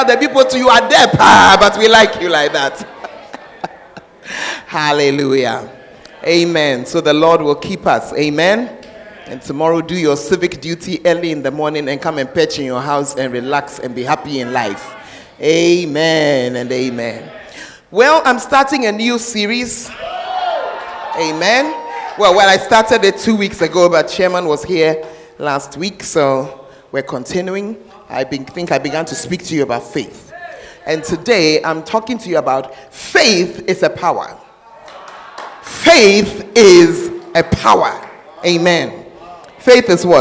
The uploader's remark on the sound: Preached At The Fountain Of Life Cathedral